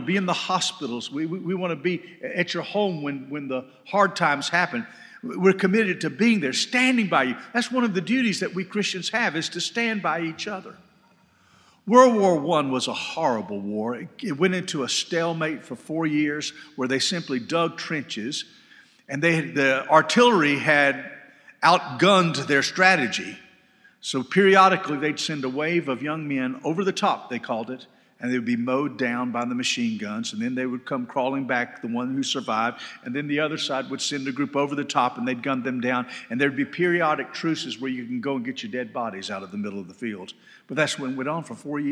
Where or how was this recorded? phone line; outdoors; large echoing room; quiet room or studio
large echoing room